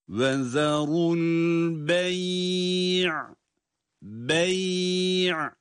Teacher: Ya cezim ile okunurken sesi orada uzatıyoruz. Uzattığımız yer orası. · Term: meddilin